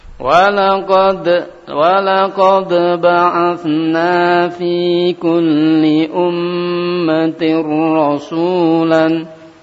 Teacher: Walaqad ada pantulan di situ, huruf dal, huruf qalqalah